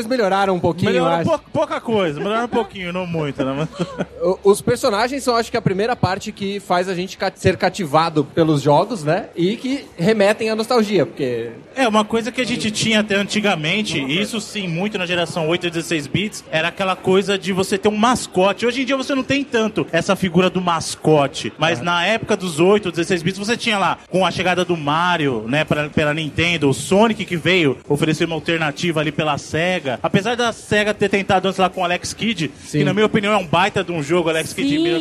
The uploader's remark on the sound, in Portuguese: Aproveitamos o Encontro Podcast para gravar um programa ao vivo, com platéia